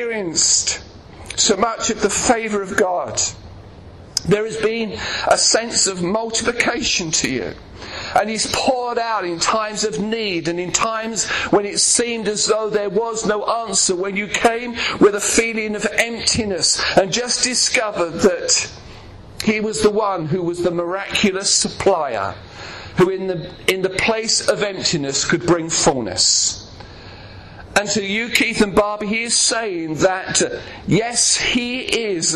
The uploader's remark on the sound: preaching at Clacton Elim Pentecostal Church